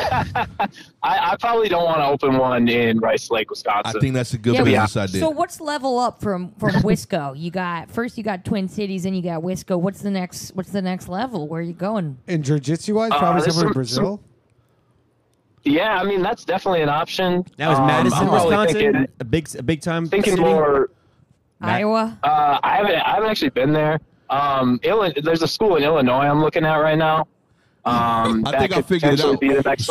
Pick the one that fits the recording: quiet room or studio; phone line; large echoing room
phone line